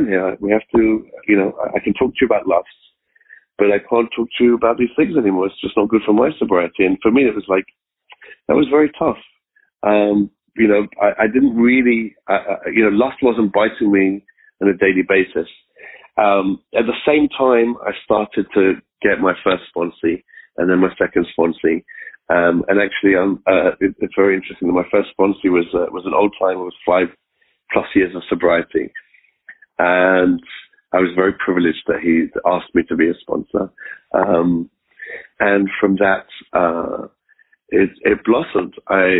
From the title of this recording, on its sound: Monday Noon Phone Speakers Series